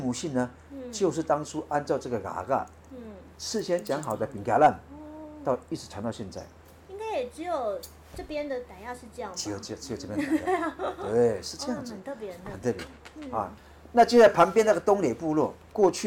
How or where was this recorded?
outdoors